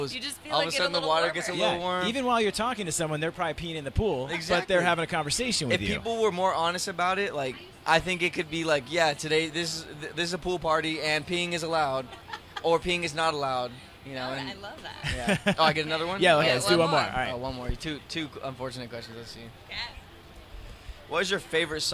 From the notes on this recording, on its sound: The Mix is live backstage at Lollapalooza 2023! The artist swung by the Mix tent backstage at Lollapalooza.